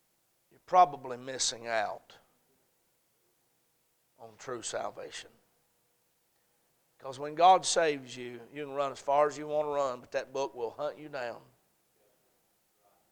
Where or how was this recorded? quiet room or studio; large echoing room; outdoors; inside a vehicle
large echoing room